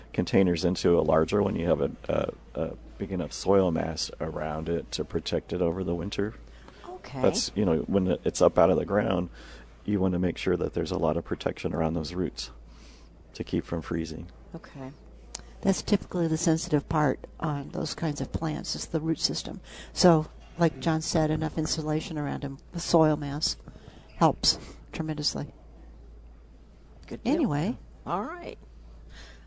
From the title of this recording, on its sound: Live at Prairie Gardens